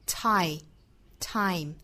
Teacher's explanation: 虽然它是 th 打头，但是不发 th 也不发 v，而是发 t